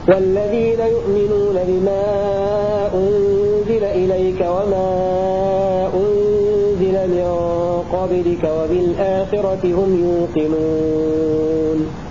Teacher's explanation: قالون بسكون الميم مع توسط منفصل